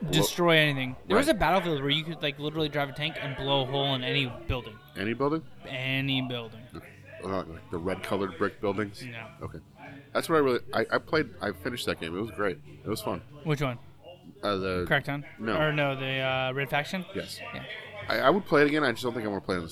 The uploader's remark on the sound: This week we're live from a local taproom